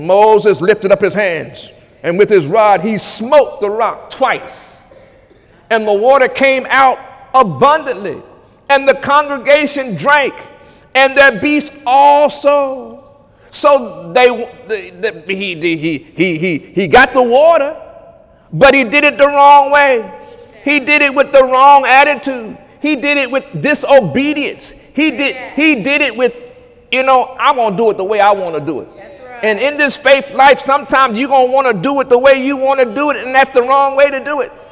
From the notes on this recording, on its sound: During Sunday morning service